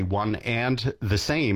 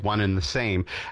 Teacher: I mean, to one and the same, we've reformulated this into one in the same because the D sound in and often disappears whenever we're saying things very quickly · Shown in: second take · So, we say one and the same if we're enunciating each of the letters.